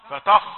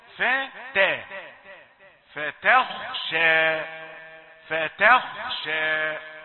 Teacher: الخاء مفخمة لكن قبلها التاء رقيقة · Shown in: second take